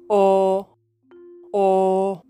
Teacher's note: The mouth is rounded and the tongue is placed at the back of the mouth. · Term: La vocal O